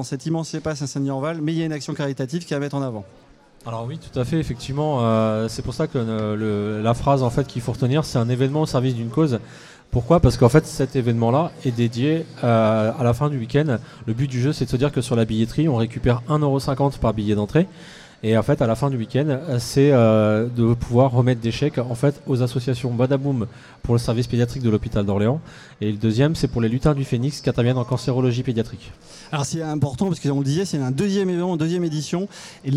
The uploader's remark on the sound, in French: Une première tranche du dernier festival de Génération Multivers , enregistrée pendant notre direct. Le festival génération Multivers, Direct radio #1. Une première tranche du dernier festival de Génération Multivers , enregistrée pendant notre direct. En compagnie des nombreux invités qui sont venus à notre table.